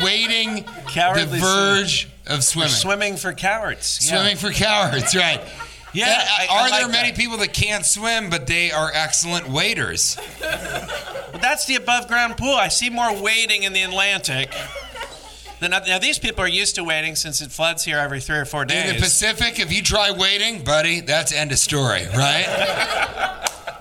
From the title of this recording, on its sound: Live from Virginia Beach Funny Bone